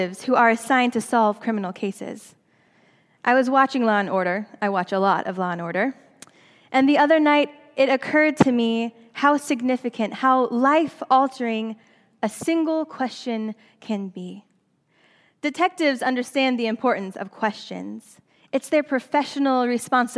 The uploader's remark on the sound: during the Traditional Worship service